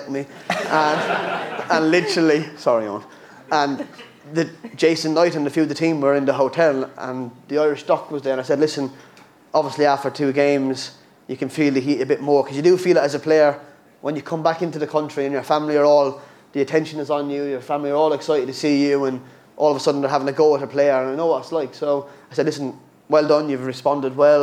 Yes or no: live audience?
yes